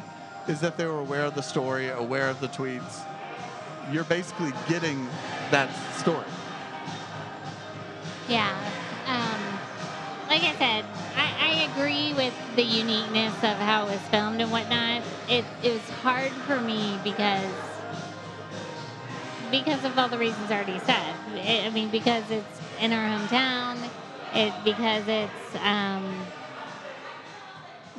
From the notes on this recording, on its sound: Unseen Creatures Brewing & Blending might not have been the quietest place to record a podcast on a Saturday night in Miami but it was one of the coolest. It was a bit of a noisy night.